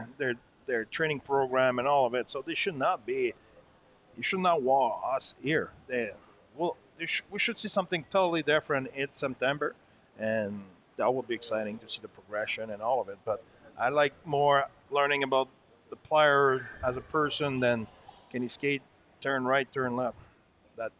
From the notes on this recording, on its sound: live at the Ice Den Scottsdale